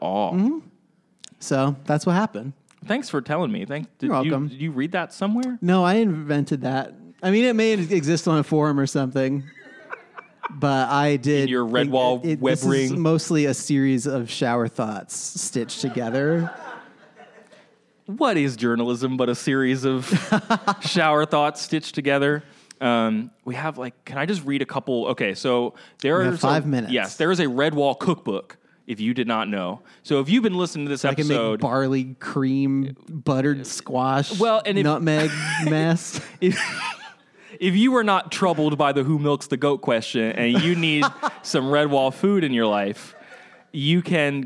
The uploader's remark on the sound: Live from Philly. Was recorded live at the 6th Annual Philadelphia Podcast Festival.